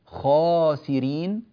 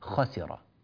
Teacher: المفتوح الذي بعده ألف خاسرين أعلى قوة في التفخيم من المفتوح الذي ليس بعده ألف مثل خسر. فالمفتوح الذي بعده ألف الدرجة الأولى، المفتوح الذي ليس بعده ألف الدرجة الثانية.